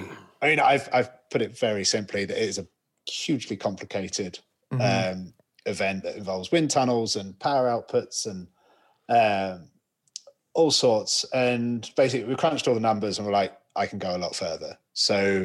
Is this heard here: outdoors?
no